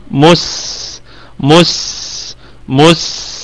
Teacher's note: طيب، قلنا الكلمة كلها مرققة، والميم في الدرجة الخامسة من درجات الغنة، ونراعي في السين الصفير والرخاوة. مس مس مس، ونتخلص أيضا من الضمة على حرف السين.